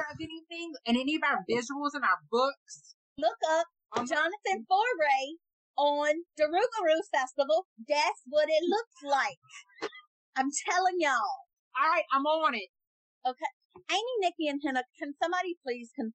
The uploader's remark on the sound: Excuse the audio, first timers here